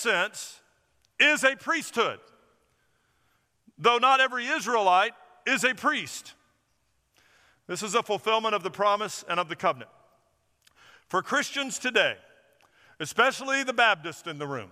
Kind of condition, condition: setting, large echoing room